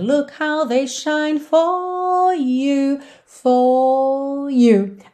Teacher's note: Alonga o O e entra no you sem enrolar o R.